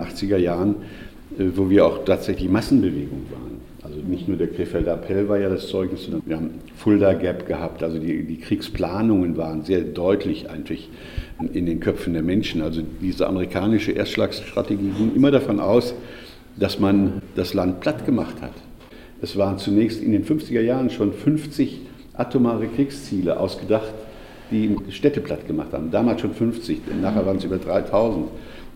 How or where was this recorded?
live audience